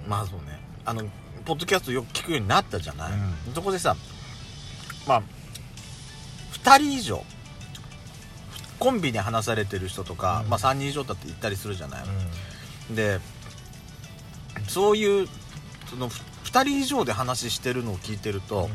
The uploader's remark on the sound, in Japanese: パーキング収録